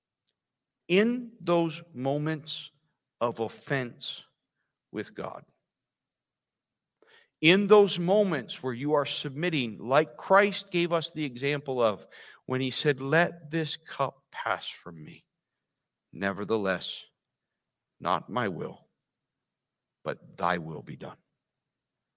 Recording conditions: large echoing room